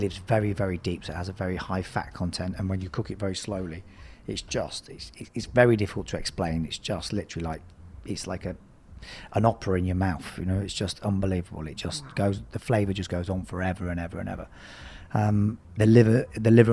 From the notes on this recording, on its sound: We were live from the Hero Dubai Desert Classic!